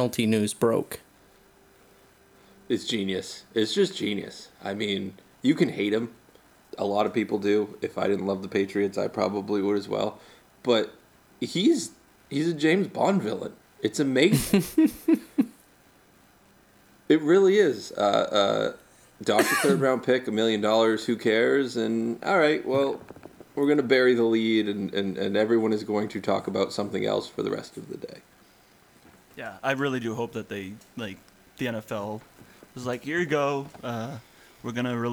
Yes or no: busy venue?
no